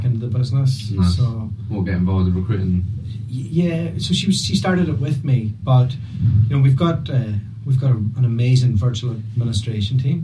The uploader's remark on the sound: I experienced the dreadful moment of having a 50 minute chat and realising I didn’t press the record button. The sound quality on this one is not amazing so I apologies in advance!